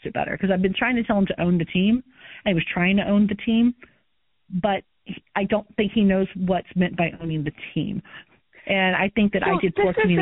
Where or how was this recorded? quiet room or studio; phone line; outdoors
phone line